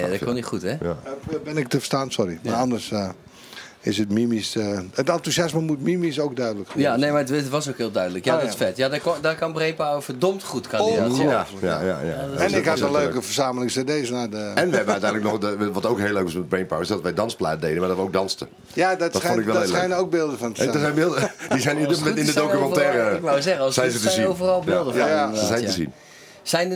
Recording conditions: busy venue